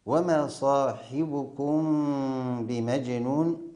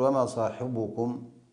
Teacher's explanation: يراعي القارئ كسر الحاء وضم الباء ضمة واضحة لئلا يختلط الكسر بالضم · Shown in: first take · للتباعد بين الكسر والضم، لأن هناك تباعد بين الكسر والضم.